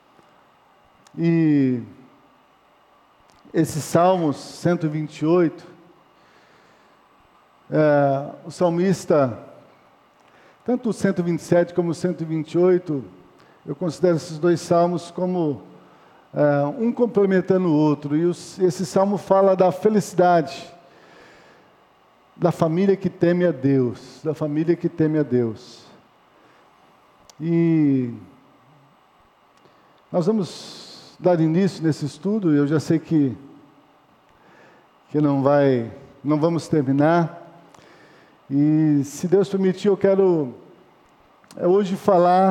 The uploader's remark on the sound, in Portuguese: Culto noturno gravado em 16-02-2020 na Igreja Evangélica Batista em Campo Grande/MS